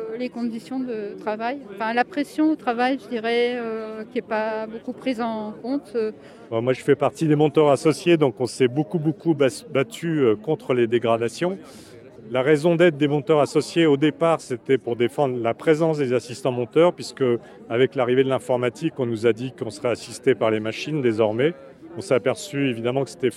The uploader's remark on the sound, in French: Épisode spécial, en extérieur, enregistré le 19 décembre dernier à l’occasion de la mobilisation des travailleur.euses de l’audiovisuel devant le ministère de la culture. J’ai interrogé des monteurs et monteuses mais aussi des réalisateurs et réalisatrices, sur les raisons de la colère.